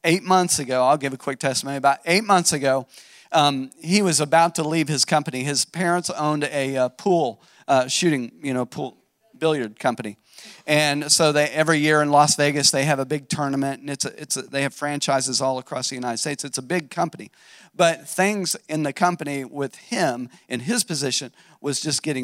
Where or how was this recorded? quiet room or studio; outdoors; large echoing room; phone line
large echoing room